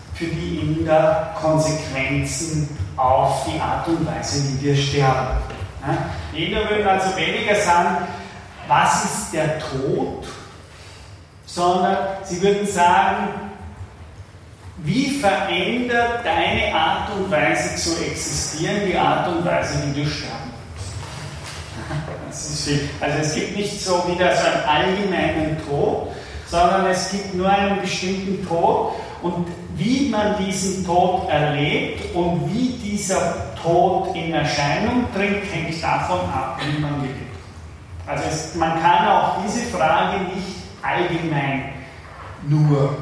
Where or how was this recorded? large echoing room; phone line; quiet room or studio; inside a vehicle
large echoing room